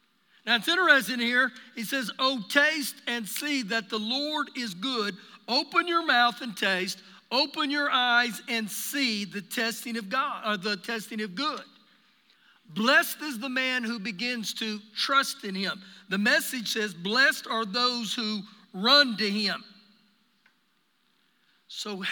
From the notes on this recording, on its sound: Recorded live during our Sunday morning service